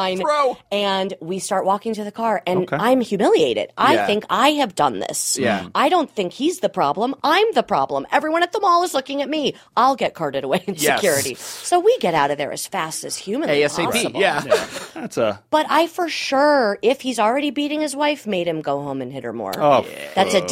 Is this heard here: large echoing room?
no